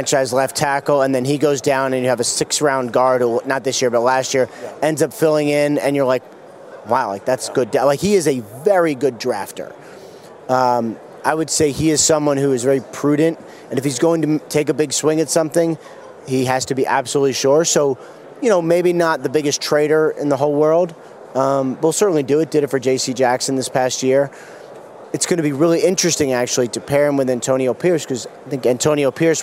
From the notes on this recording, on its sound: LIVE FROM RADIO ROW